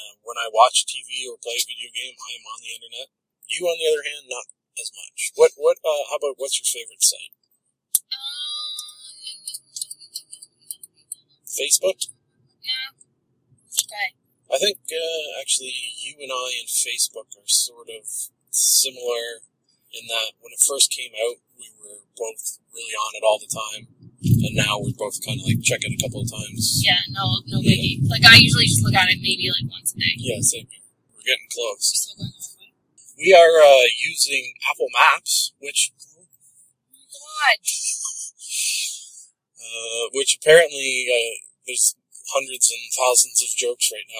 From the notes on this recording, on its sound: Apologies for the audio quality! When I record these by myself it is for some reason much more easy to get the audio sounding at least half way decent...